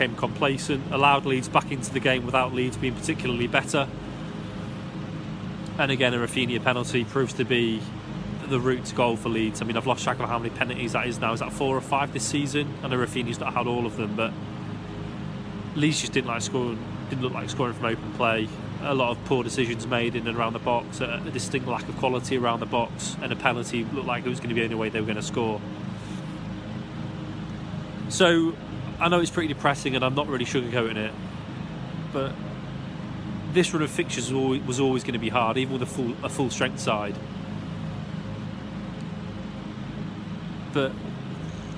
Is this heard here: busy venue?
yes